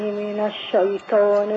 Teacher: الياء في كلمة الشيطان برضو مرققة قوي فما ينفعش افخم دي ورقم دي ماشي من الشيطان ما تنفعش